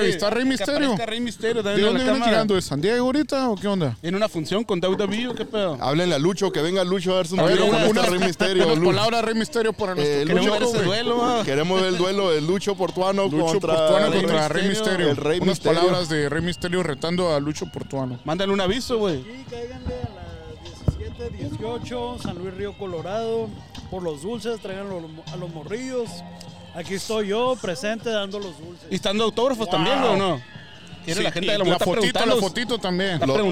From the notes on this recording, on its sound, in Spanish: Cotorreo en vivo al aire libre en la fecha de Halloween regalando ducles a los niños